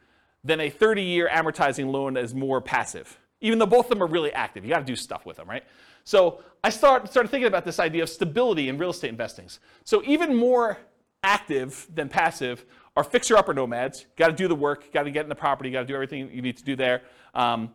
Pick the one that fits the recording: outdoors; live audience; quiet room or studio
live audience